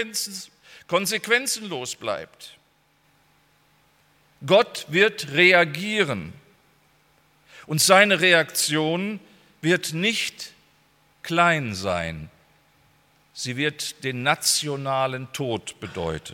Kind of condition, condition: setting, large echoing room